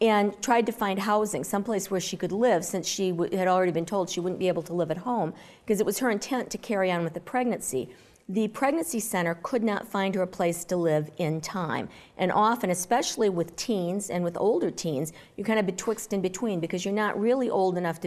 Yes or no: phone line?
no